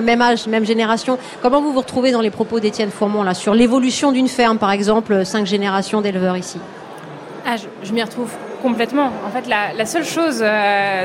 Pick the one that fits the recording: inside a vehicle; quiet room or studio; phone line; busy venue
busy venue